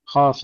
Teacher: فمن خاف، هنا الخاء خاف لا نقول خاف، نحافظ على تفخيمها مع فتح الألف